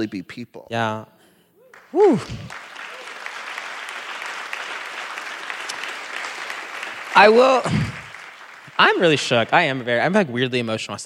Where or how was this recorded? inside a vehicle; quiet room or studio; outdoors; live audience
live audience